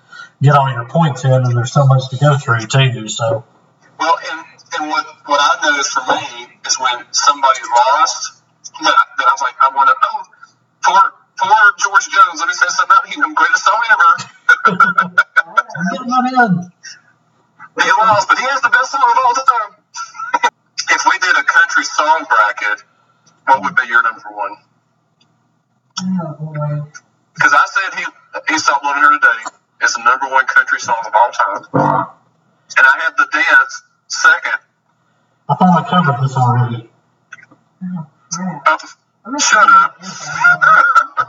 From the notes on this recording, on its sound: the sound quality is worse